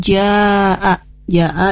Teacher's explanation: Kemudian ja'a, ja'a itu hukum tajwidnya adalah mad wajib muttasil. Karena huruf mad bertemu dengan hamzah dalam satu kata. Dibacanya 4-5 ketukan.